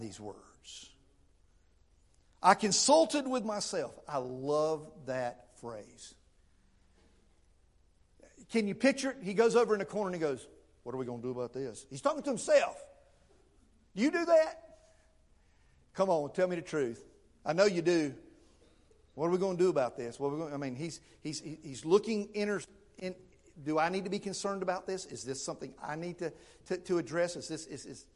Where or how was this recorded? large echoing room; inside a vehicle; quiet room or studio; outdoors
large echoing room